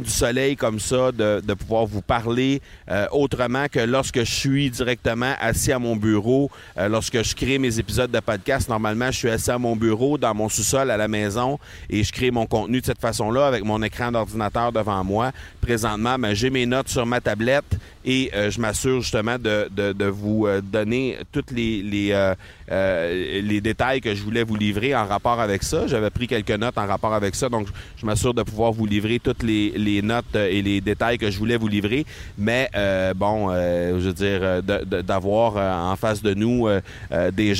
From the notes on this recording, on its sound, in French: Je suis présentement sur la plage près de Cancún, les deux pieds dans le sable et j'enregistre avec mon micro MV88 de Shure, pour que vous puissiez entendre les sons ambiants volontairement.